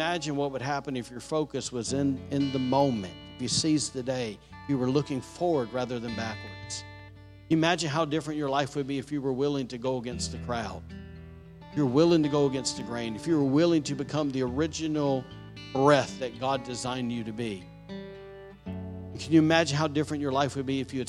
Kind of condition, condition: setting, large echoing room